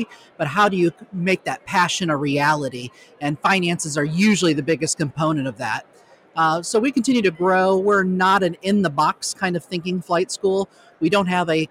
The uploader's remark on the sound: Broadcasting live from the Industry Expo for the Latino Pilots Association